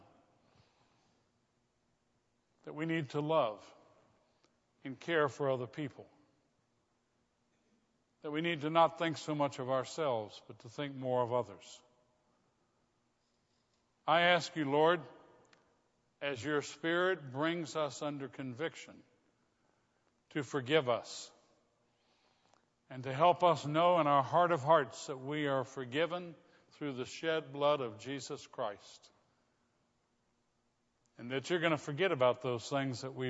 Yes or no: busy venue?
no